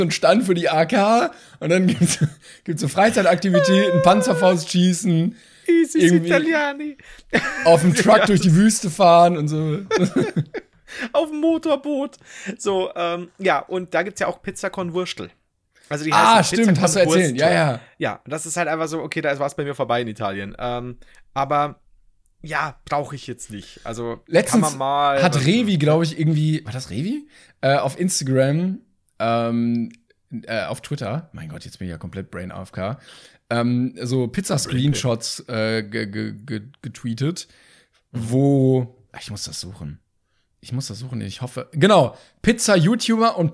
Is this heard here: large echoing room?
no